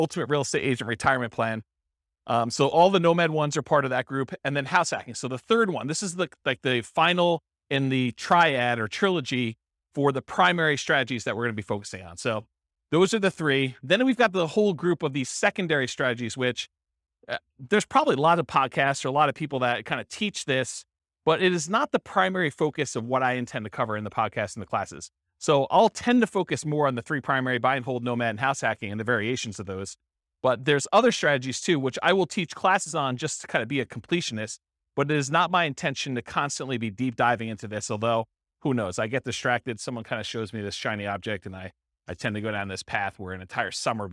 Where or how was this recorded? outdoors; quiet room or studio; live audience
live audience